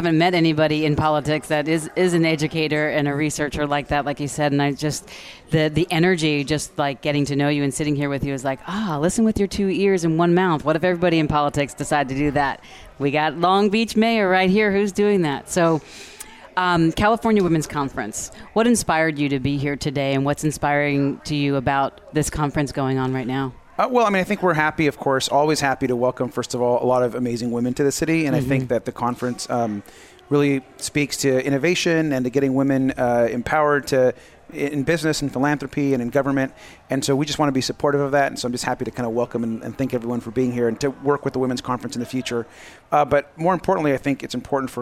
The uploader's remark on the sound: Live at CWC 2017. Broadcast day 2 Live form the Largest Women's conference in the USA! We will be live for 2 days bringing you all the event action, keynote speakers and VoiceAmerica hosts.